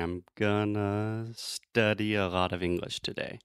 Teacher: the unstressed syllables take this kind of uh uh reduced sound and then the more important words like English, today, study, those things we say a little bit louder, a little bit stronger